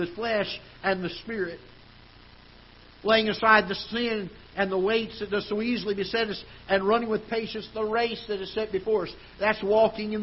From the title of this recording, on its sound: Ketha Heights Baptist Church ~ Live Broadcast